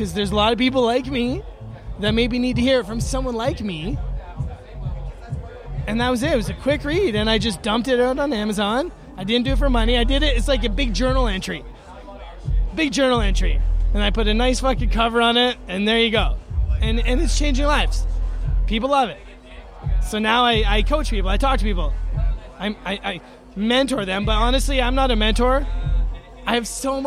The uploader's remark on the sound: Recorded backstage at The Manor Stage at Astral Harvest 2018.